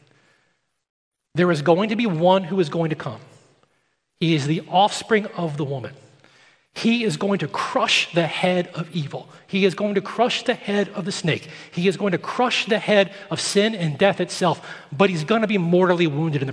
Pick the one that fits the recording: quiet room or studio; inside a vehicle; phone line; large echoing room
large echoing room